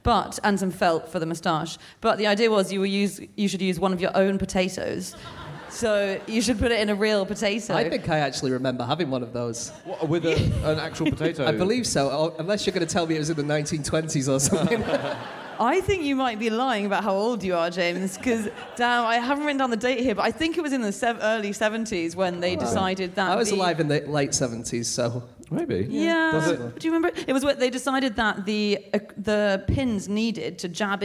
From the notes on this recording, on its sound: Live from Melbourne